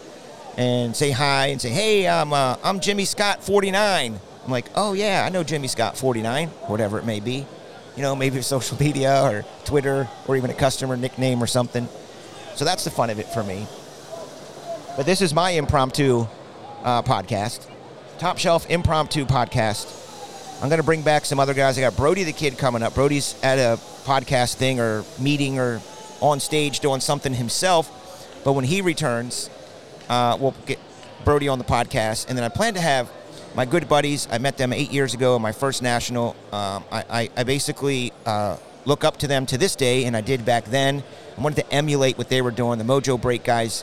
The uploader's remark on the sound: LIVE FROM THE NATIONAL